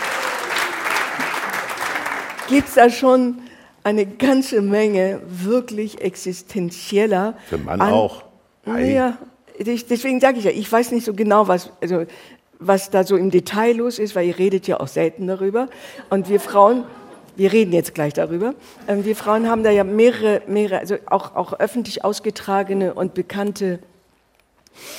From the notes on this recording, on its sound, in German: In der dortigen Ritterakademie. Vor begeistertem Publikum.